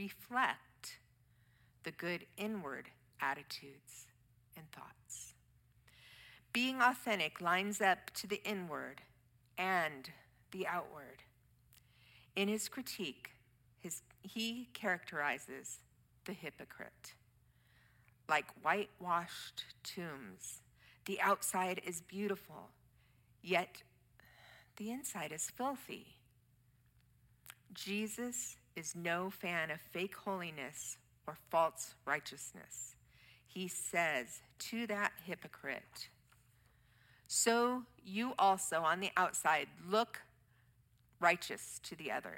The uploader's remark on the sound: Streamed live from our campus in Westlake Village, CA